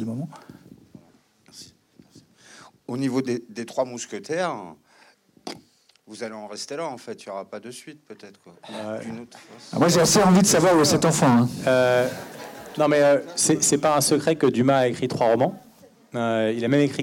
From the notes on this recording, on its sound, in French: Pour la troisième édition de CST Première, le rendez-vous des cinéphiles de la CST en partenariat avec le Publiciscinémas - Paris.